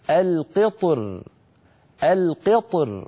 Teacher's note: كذلك الأمر بالنسبة لي وأسلنا له عين القطر، هنا في عندنا جمع بين الساكنين القطر، فيفخم الطاء ثم مباشرة وأيضا يفخم الراء لأن الحالة الأولى التفخيم القطر، فيجمع بين مفخمين القطر باللطف من غير تكلف. وفي الوجه الثاني يفخم الطاء ويرقق الراء أيضا من غير تكلف هكذا القطر القطر، فيفخم الطاء ويرقق الراء عند الوقف.